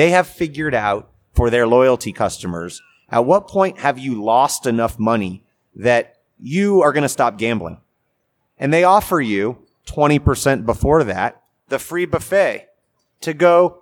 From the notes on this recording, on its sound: This episode was recorded live in front of a studio audience at Las Vegas Convention Center during ICSC RECon 2019.